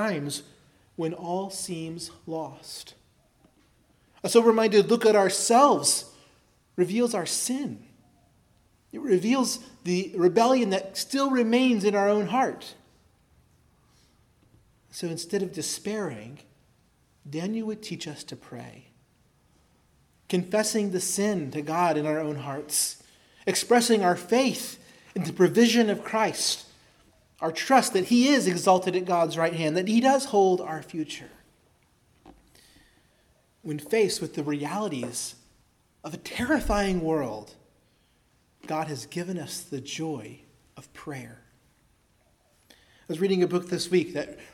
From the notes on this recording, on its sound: preached at Christ Our Savior Baptist Church